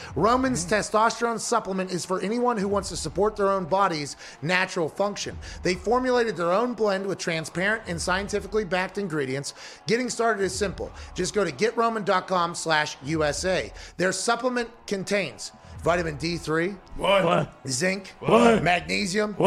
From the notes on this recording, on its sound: live from the FanDuel Beach Hahse in Tampa Bay